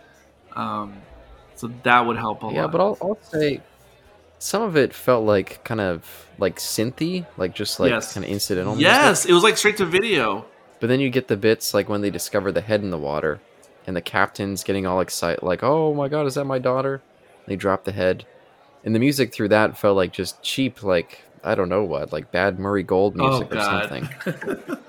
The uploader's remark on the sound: This episode was recorded in a bar-side episode